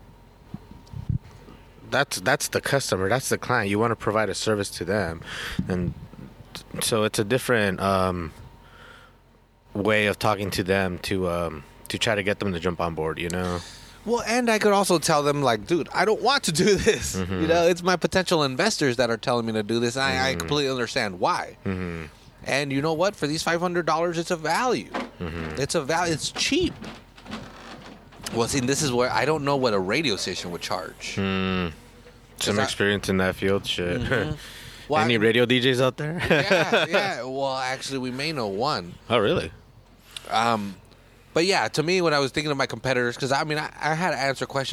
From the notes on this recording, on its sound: go to Alvarado Street to drink a record a podcast